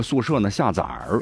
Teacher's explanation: 结果把那个载字呢儿化了，下崽儿